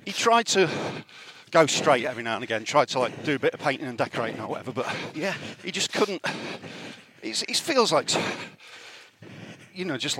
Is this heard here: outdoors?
yes